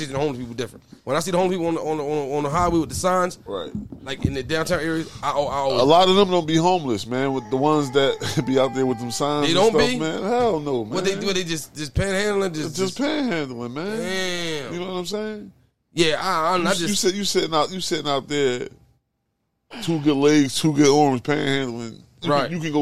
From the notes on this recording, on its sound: as we come live from the RV